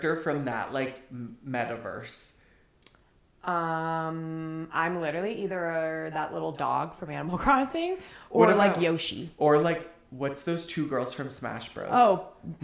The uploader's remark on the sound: Echo Chamber of Introductions. Trigger Warning: ECHO... Yes, we know we are echoing literally the entire time.